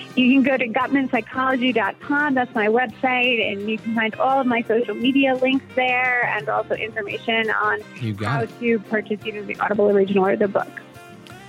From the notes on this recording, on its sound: we take your calls in open phones across America.